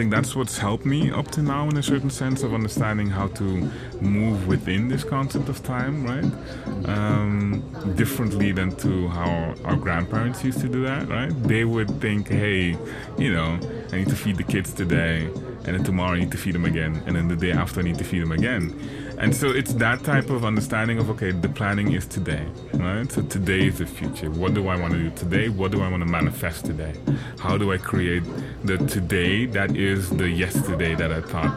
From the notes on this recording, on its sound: Recorded at Spielart Festival, 2019, Munich (DE)